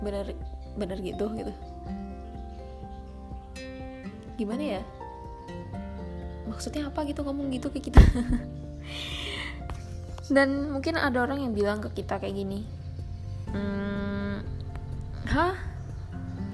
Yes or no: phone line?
no